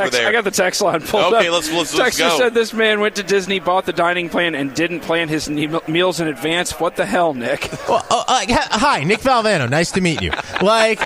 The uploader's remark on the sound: Broadcasting live from BW3s on Westport Road!